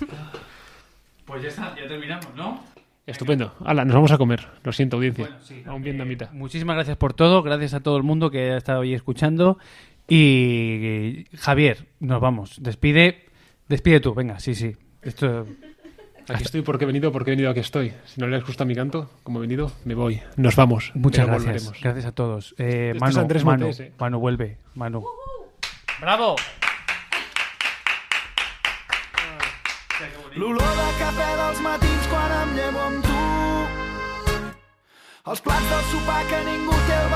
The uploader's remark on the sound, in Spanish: Primer capítulo grabado en directo y con público.